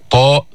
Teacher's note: تخرج من نطع غار الحنك الأعلى من طرف اللسان مع أصول الأسنان العليا. من طرف اللسان طاء حرف قوي، جهر، شدة، استعلاء، إطباق، قلقلة. · Term: الحروف النطعية